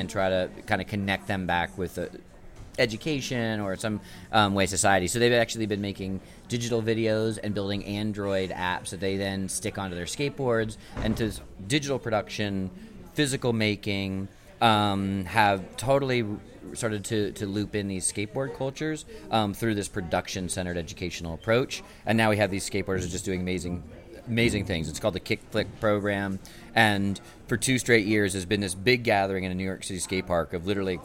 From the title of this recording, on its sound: at Mozilla Festival London 2013